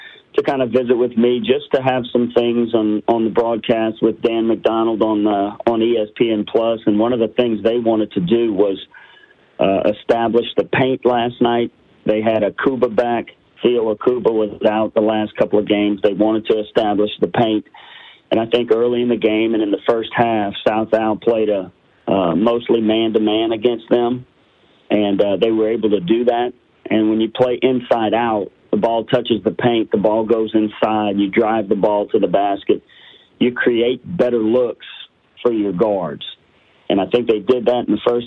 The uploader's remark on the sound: talk phone calls from the ESPN Lafayette listeners